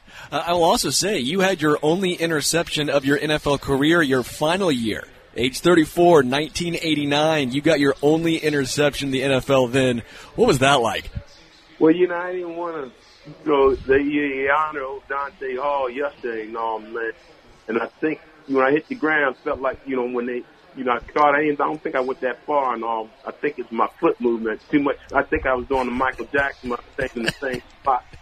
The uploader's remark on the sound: LIVE from Hollywood Casino!